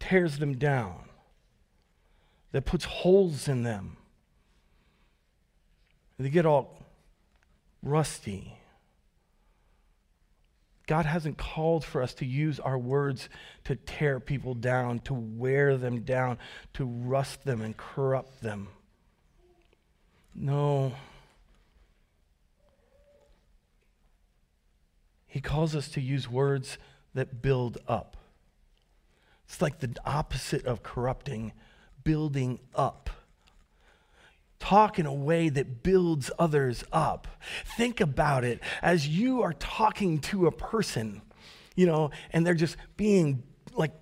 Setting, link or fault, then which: setting, large echoing room